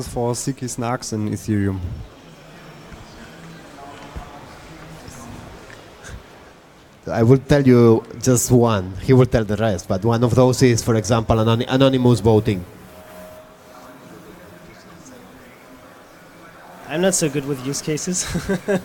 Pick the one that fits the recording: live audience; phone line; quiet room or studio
live audience